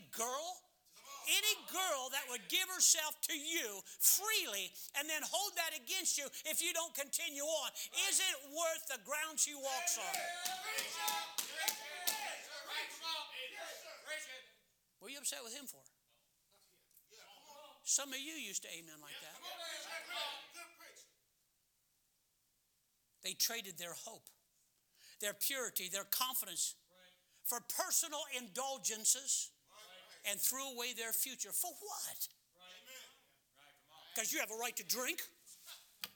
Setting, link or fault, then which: setting, large echoing room